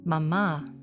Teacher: The second syllable turns upward in my memory, holding the shape of a question